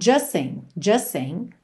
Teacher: essa letra T quase nunca aparece, especialmente quando a próxima palavra começa com S. Aí mesmo que a gente liga de um S para o outro.